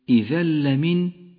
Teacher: المقربين إذا لمن إدغام بلا غنة جاء بعد التنوين حرف اللام أما التنوين فإنه يدغم باللام فيسقط من اللفظ ولذلك لون بالرمادي وأما اللام فتشدد إذا لمن الإدغام الشفوي المتماثل · Term: الإدغام بلا غنة